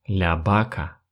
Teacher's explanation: Начинается слово с буквы «V», но помним про то, что в Испании чаще всего эта буква читается как звук «Б».